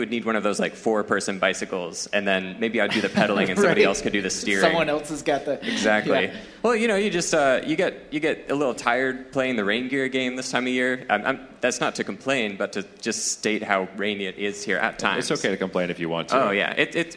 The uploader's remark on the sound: Live at the Portland Podcast Festival! Newly remastered version with high quality audio! An exciting event that brought many of Portland’s talented media creators together for a great night of fun. We captured our 20 minute set, plus some audio backstage before and after.